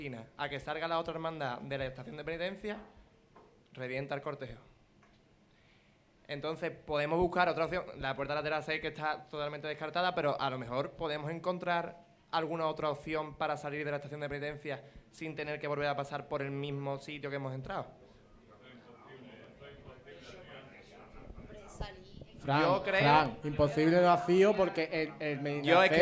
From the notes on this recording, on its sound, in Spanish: Programa especial realizado en directo en la Tasca el 22. Semana Santa de Chiclana 2023.